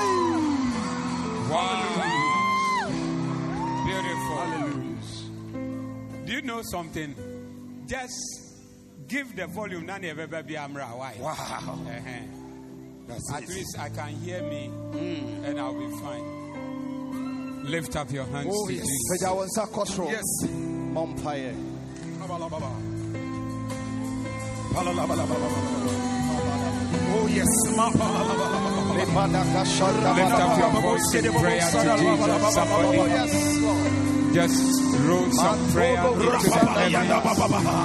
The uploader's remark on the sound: Preached at the Zeloo Service